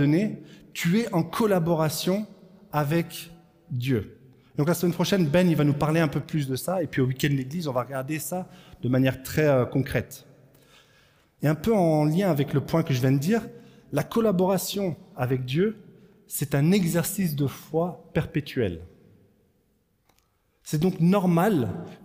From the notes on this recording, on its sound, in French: Enregistré à l'église CVV